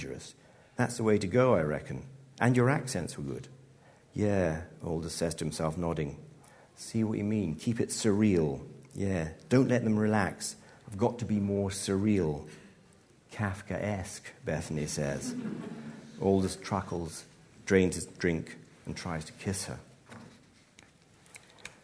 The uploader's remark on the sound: Live at BAFTA. This episode was recorded in collaboration with BAFTA 195.